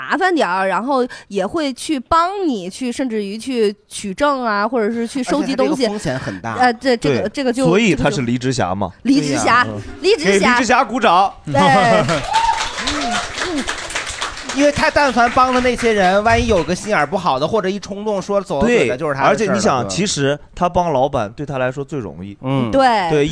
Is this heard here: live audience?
yes